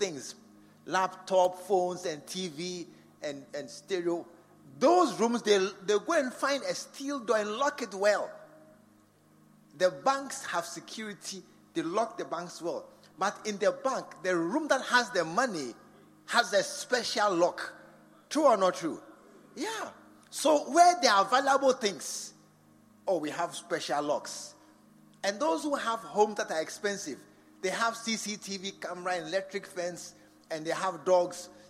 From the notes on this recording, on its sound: Preached at the True Vine Cathedral, Bantama.